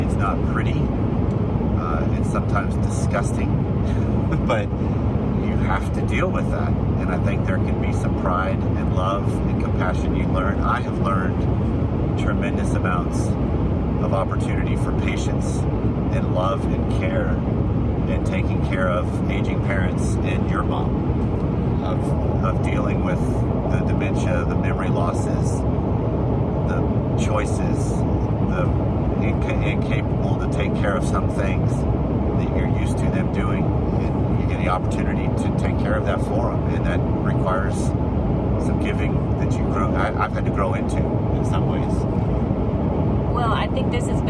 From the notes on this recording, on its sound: While we were driving back.